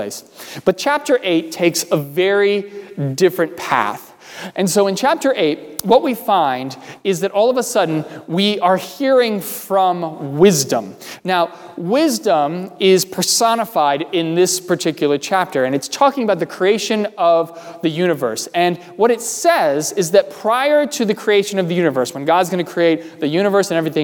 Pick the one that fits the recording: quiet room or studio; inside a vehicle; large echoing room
large echoing room